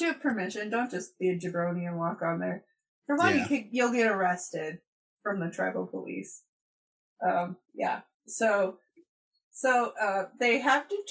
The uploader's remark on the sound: Zoom Quality. Via the Zoom Ouija board.